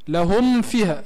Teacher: ما فيش إخفاء الهني لهم فيها، حقق المخرج متاع الميم بإغلاق الشفتين ثم بعده تذهب لحرف الفاء · Term: الإظهار